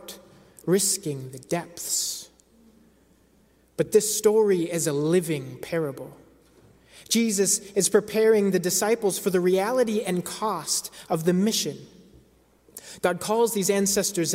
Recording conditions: large echoing room